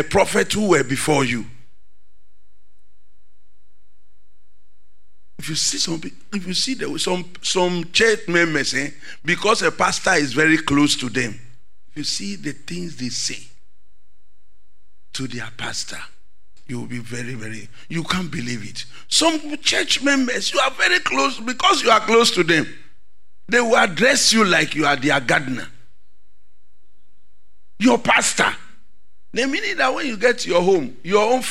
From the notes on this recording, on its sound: Sermon preached at CBC Shiashie Campus